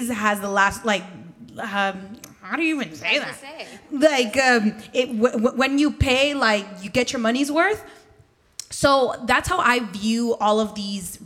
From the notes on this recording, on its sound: Female Founder World Networking Pop-Up in partnership with Shopify LA: a live recording from the panel!